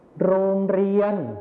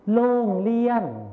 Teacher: ในภาษาไทยมาตรฐานเราก็จะใช้รอเรือนั่นเองส่วนในภาษาถิ่นอีสานเราจะใช้เสียงลอลิงนั่นเองครับ